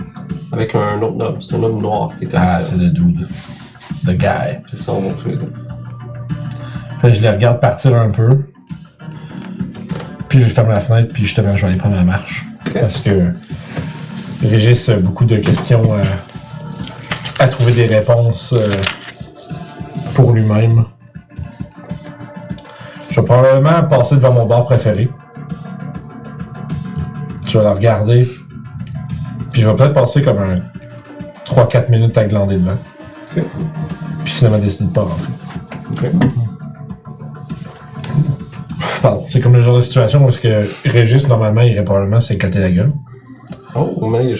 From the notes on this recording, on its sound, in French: Vous remarquerez que nous avons eu quelques problèmes de son pour cet enregistrement. Micros : Audio-Technica AT875R Console Behringer Xenyx X2222USB.